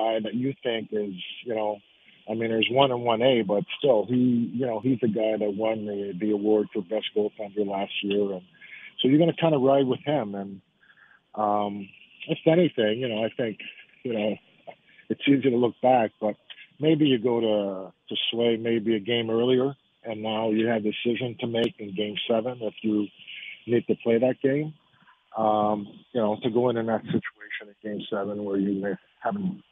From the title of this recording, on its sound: Calls in Live